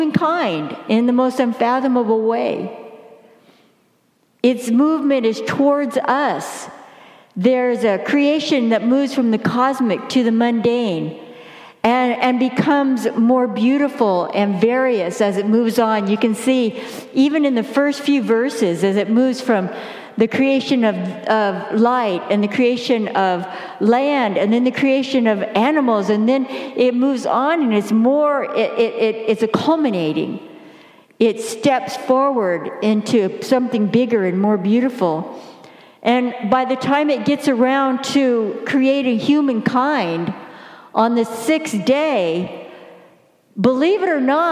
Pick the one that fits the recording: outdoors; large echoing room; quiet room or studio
large echoing room